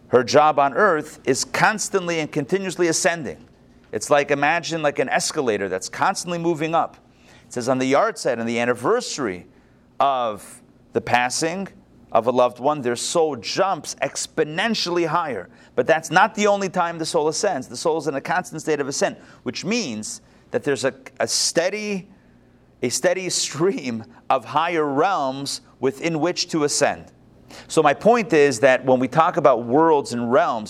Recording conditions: live audience